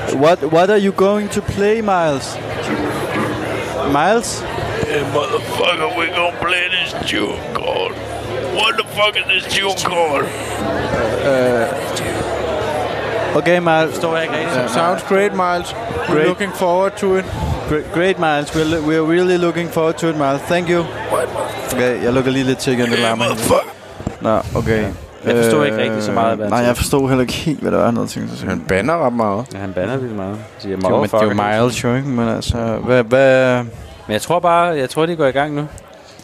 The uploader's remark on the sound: Live fra den hemmelige jazzklub